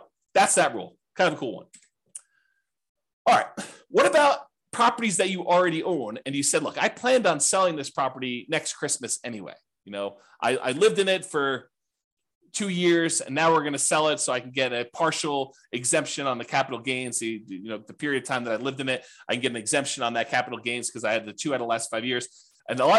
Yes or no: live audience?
no